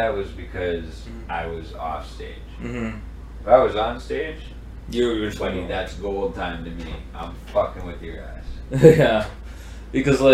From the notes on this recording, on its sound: Apologies for the audio issues